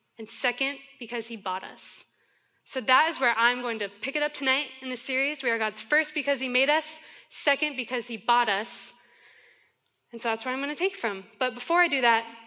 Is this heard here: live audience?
yes